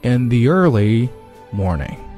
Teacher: 又是两个元音的连读 In the early 中间加了一个 y 的音在这儿哈